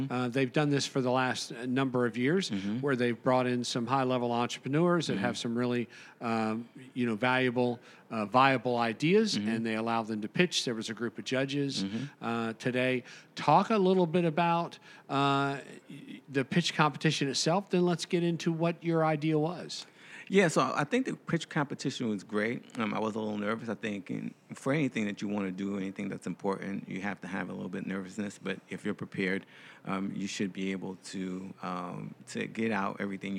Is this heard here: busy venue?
yes